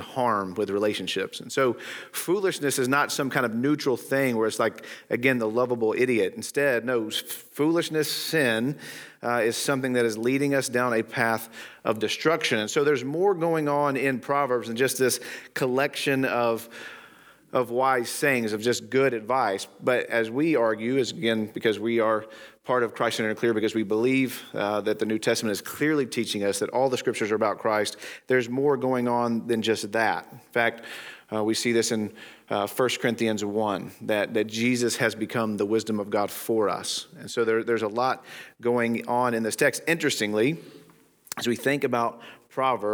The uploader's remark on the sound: Today's episode is from the Christ Centered & Clear Conference in Glenrothes, Scotland.